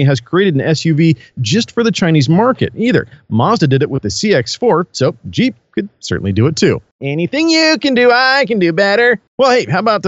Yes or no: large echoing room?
no